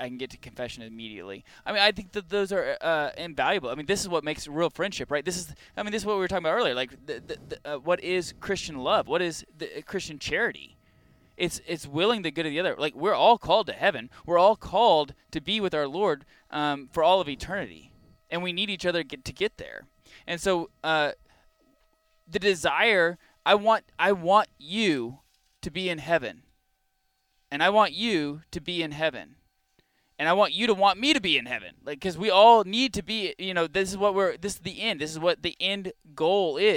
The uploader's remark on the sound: Live from The Catholic Man Show Campout 2022 at Clear Creek Abbey. Take questions from the campout attendees.